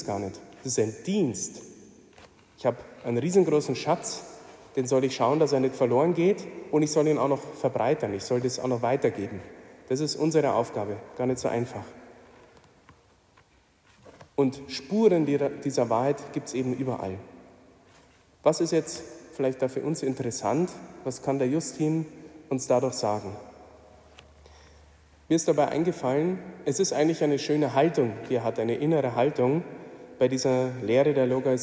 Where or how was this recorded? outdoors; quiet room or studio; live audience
live audience